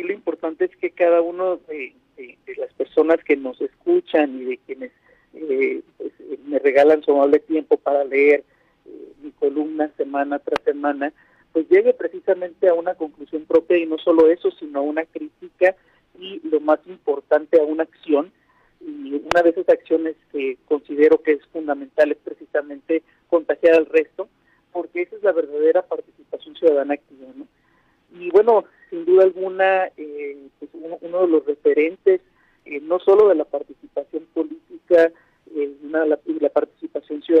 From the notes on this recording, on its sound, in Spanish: entrevistamos vía telefónica